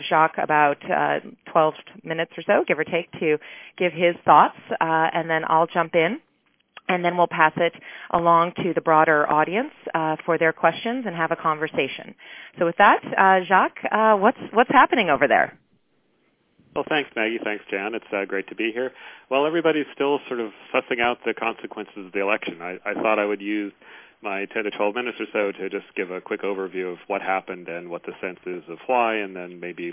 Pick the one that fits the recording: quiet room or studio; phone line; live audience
phone line